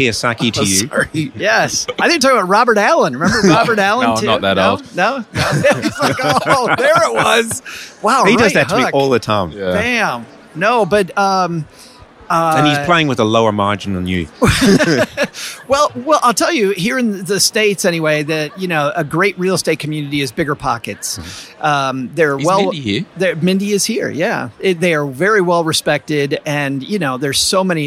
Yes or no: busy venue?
yes